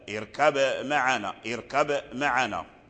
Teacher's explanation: في سورة هود: يا بني اركب معنا، فالباء التقت مع الميم، والباء والميم من مخرج واحد وهما الشفتان، قالوا أدغم باء باء اركب في ميم معنا اركم معنا